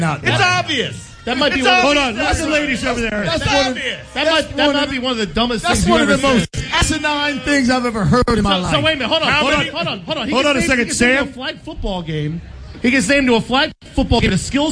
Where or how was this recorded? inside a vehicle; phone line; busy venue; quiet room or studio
busy venue